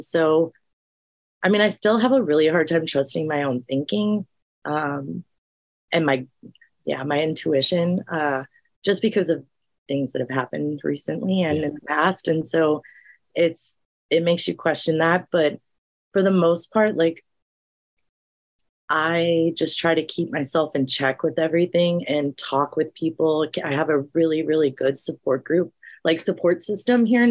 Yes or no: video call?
yes